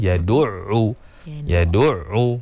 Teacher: Pastikan keluar daripada makhraj dia yang betul, bahagian pertengahan kerongkong · Term: huruf ain